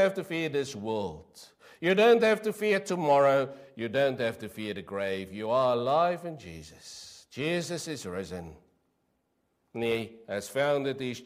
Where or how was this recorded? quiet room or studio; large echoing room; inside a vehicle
large echoing room